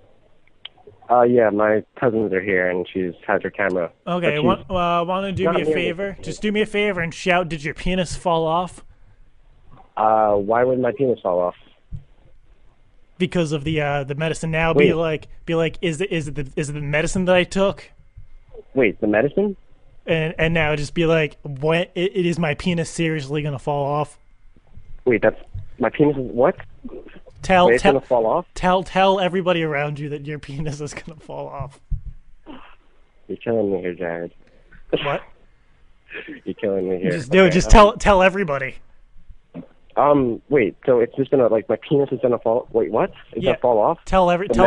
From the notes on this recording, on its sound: they put him on the phone with us.